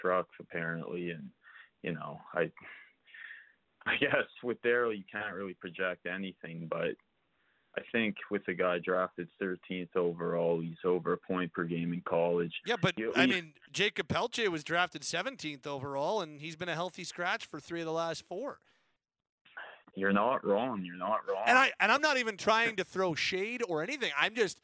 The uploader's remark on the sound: we open up the Phone and Text lines